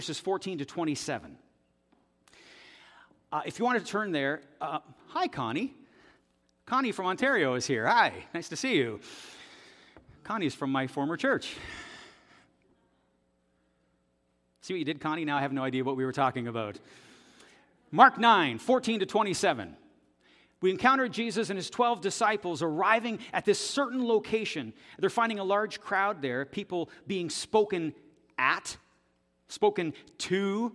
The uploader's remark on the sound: This audio is taken from the October 8, 2023 worship service at FBC Charlottetown.